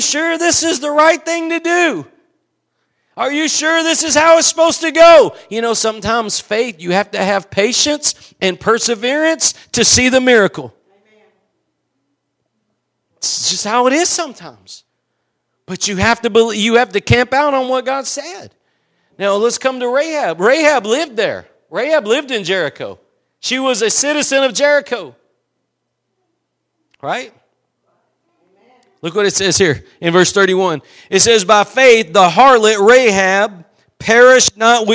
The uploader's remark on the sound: Preached at Gospel Lighthouse in Bossier City, La.